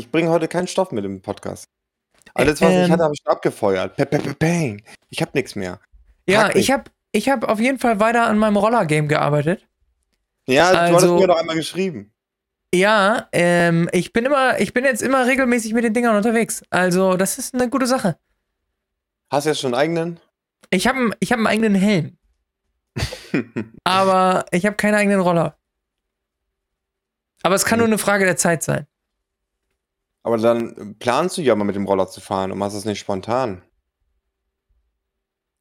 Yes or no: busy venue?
no